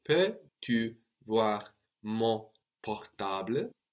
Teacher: we don't hear the N on mon. No, it's not activated because portable doesn't begin with a vowel.